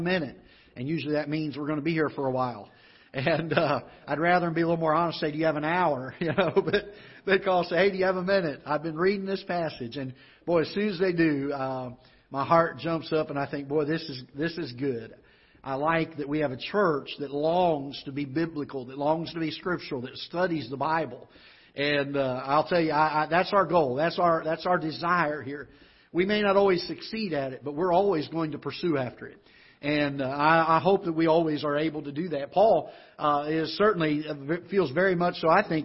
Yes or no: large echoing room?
yes